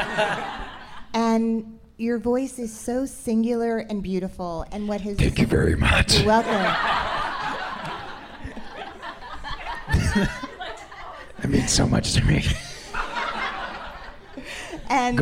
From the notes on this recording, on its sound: In front of an audience for a live podcast recording on stage at SubCulture in NYC.